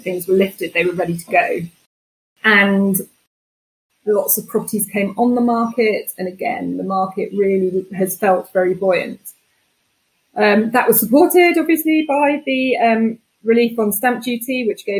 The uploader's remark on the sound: Please accept our apologies for some slight sound issues.